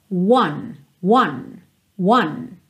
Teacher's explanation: o número um, one, ele tem um começo fechadinho, é quase como se você partisse de uma letra U.